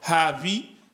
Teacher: au niveau des labiales fricatives, vous avez V. Le bêta grec qui n'est pas présent en français.